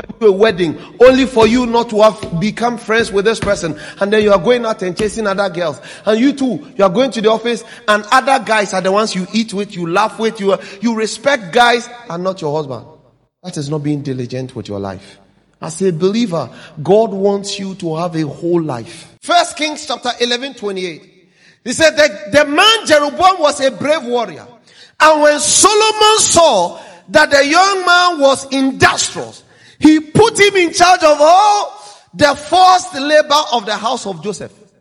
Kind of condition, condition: setting, large echoing room